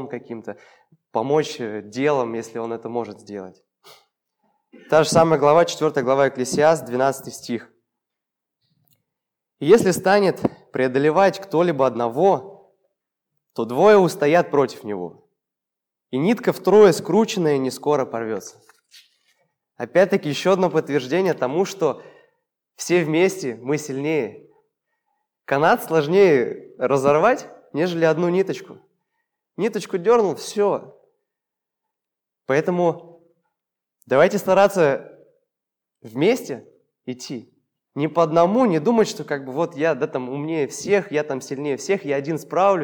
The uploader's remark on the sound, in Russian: Полная запись богослужения